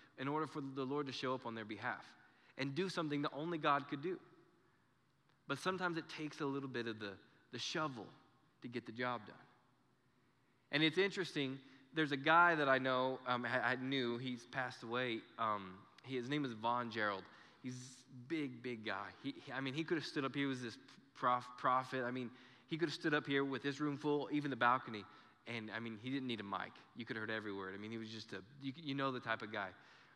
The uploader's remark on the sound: Recorded live during our Sunday morning service